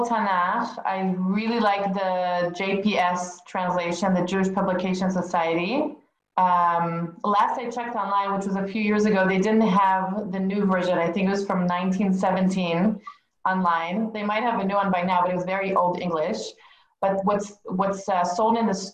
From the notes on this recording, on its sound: Zoom Class.